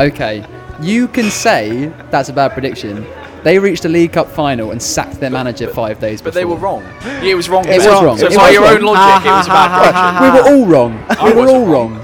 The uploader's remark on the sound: they chose to record in a Las Iguanas on the South Bank